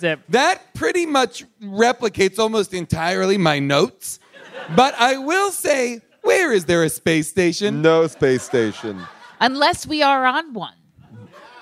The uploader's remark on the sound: Recorded LIVE from Largo in LA.